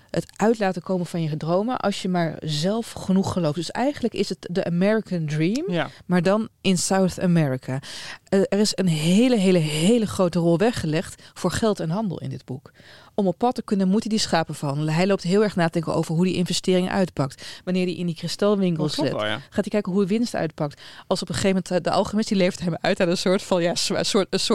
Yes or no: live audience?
no